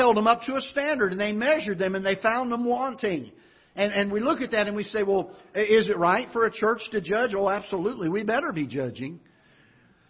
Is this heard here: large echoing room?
yes